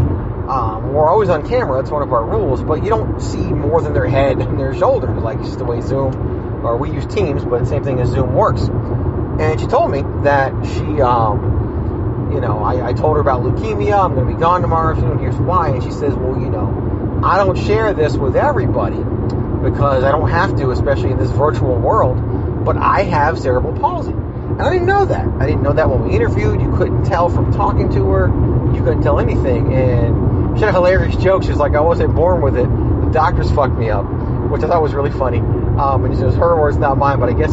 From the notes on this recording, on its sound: Fires up the voice recorded on the way home from his Leukemia blood work. Raw and unfiltered (literally, including background news since you're literally driving).